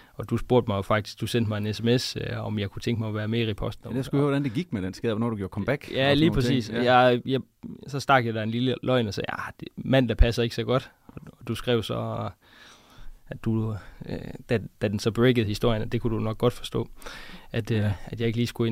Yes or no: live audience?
no